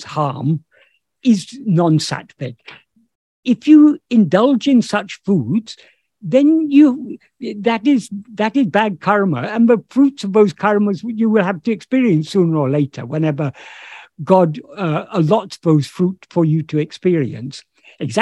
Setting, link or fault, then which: link, video call